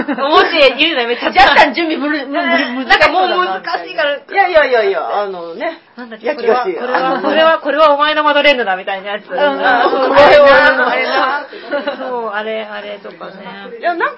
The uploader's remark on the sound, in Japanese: 公開収録イベント「少女漫画座談会」の後編です。